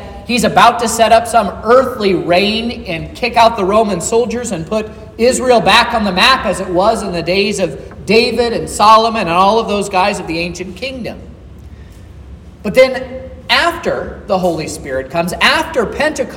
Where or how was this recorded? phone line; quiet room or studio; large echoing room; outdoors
large echoing room